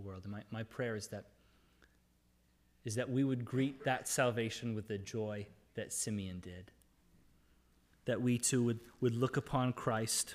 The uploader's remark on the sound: This is the audio from the entire service.